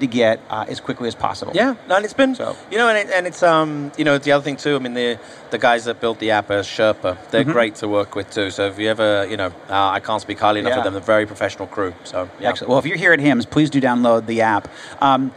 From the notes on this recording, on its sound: at the HIMSS17 Conference.